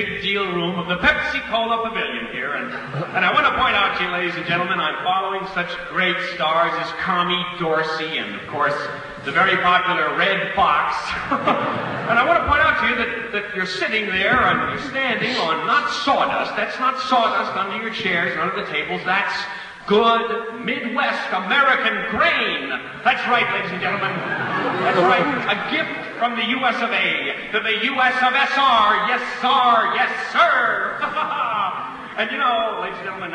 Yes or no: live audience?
yes